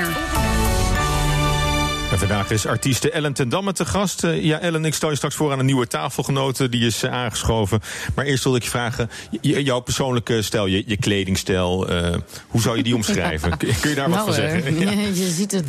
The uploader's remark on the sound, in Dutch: Tussen 10 en 11 live te beluisten op BNR Nieuwsradio. Elke week wordt het live uitgezonden vanuit Grand Hotel Amrath, aan de Prins Hendrikkade in Amsterdam. Publiek is welkom om de uitzending bij te wonen.